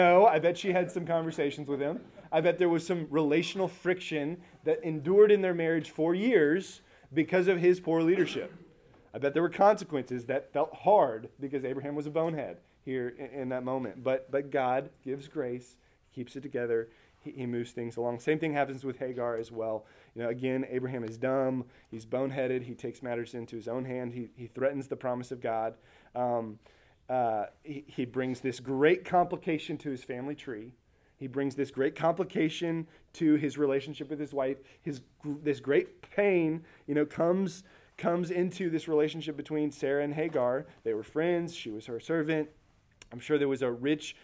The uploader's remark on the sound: Recorded at Emmaus Church in Buford, GA on Wednesday, February 14, 2024.